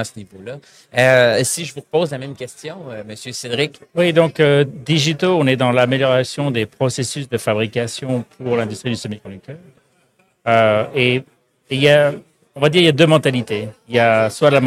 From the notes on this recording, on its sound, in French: En direct du Hardtech à Toronto.